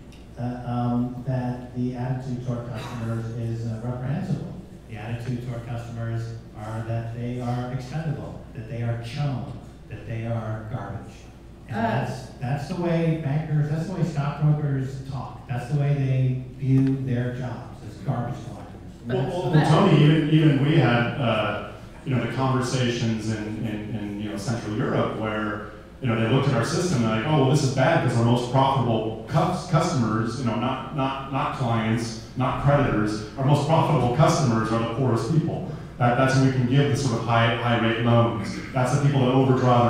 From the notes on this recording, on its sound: CONSENSUS NYC 2018 BLOCKVAULT BY GOLDMONEY THE KEISER REPORT LIVE ON-STAGE.